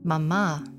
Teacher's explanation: The second syllable turns upward in my memory, holding the shape of a question of hope and home.